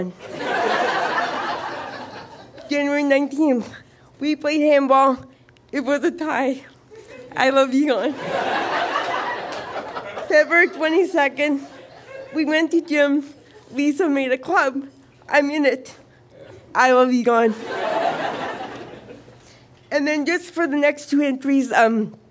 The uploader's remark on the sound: Recorded live at Fromagerie Elgin in Sudbury.